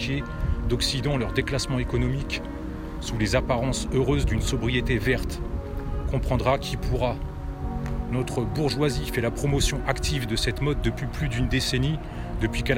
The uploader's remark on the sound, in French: Podcast partie 1 enregistré en extérieur